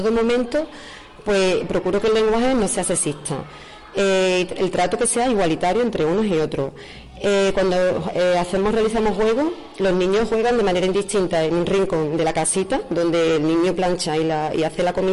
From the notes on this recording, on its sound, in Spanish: Radio Cantillana emitió en directo desde la Casa de la Cultura de Cantillana